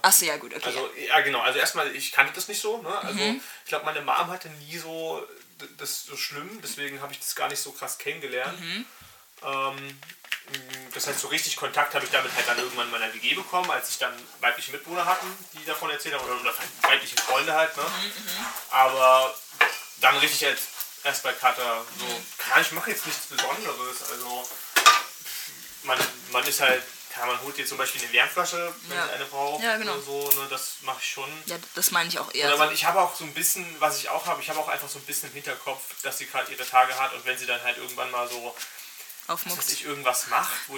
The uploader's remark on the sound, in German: Tut mir echt leid wegen der Audio.